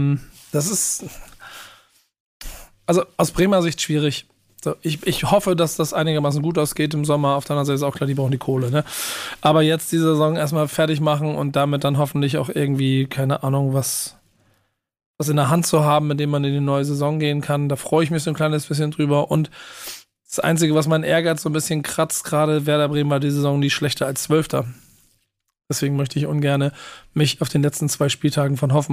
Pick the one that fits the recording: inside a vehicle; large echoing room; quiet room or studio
quiet room or studio